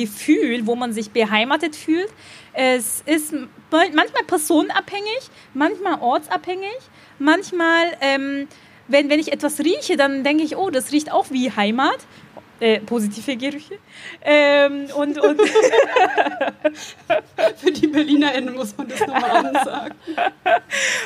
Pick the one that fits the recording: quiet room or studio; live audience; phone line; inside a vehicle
live audience